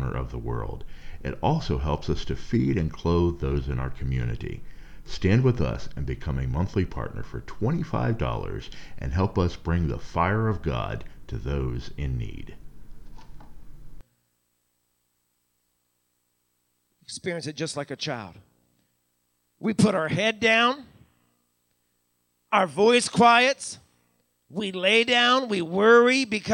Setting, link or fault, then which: setting, large echoing room